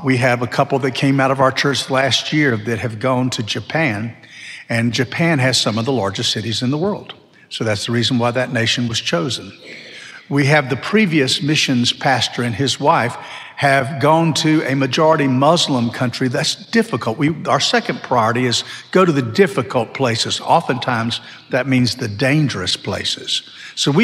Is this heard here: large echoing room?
yes